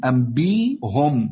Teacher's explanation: أبدلنا الهمزة إلى ياء لأنها همزة ساكنة قبلها مكسور · Term: نبدلها